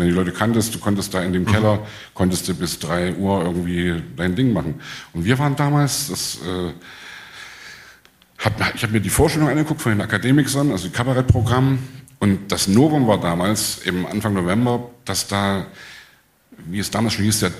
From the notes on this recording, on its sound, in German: In Leipzig im Kupfersaal vor Publikum unterhalten.